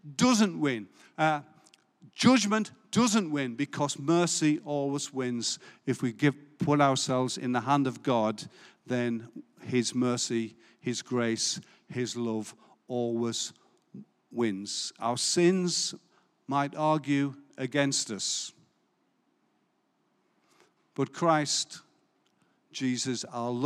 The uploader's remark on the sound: Recorded live at Life Church Lancashire on the 26th June 2022